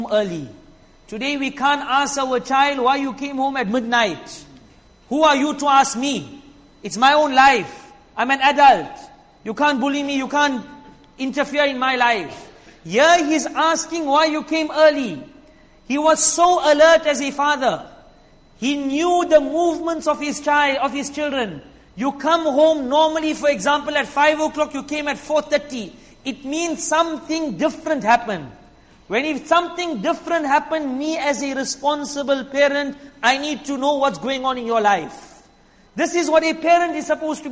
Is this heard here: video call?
no